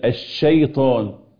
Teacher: خلي بالك التفشي اعلى في الحرف المشدد